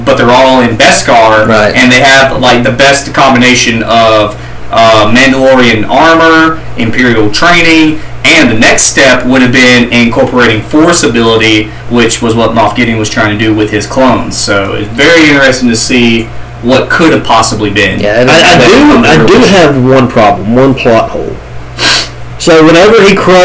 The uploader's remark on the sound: This short but very special episode was recorded live on a single microphone so please forgive the audio quality. Traveled to Virginia this week to attend the wedding.